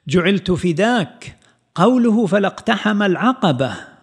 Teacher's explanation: نحتاج أن إذا قرأنا الرواية أن نقولها بنبر الاستفهام